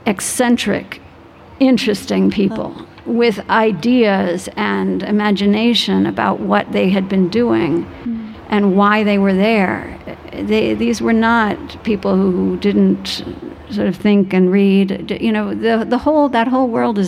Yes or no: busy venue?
yes